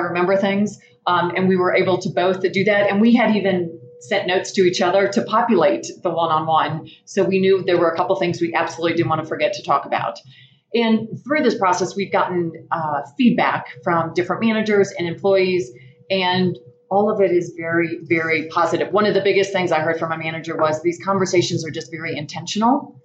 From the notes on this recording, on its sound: recorded live from the OC Tanner Influence Greatness Conference in Park City, Utah